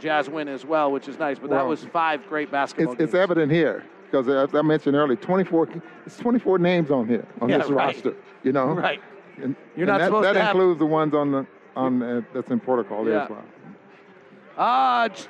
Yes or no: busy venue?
yes